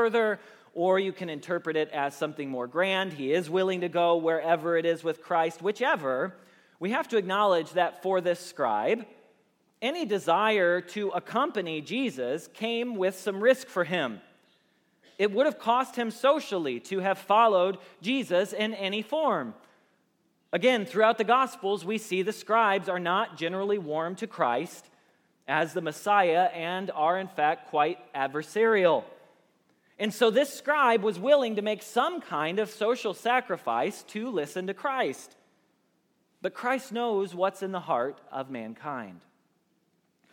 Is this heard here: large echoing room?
yes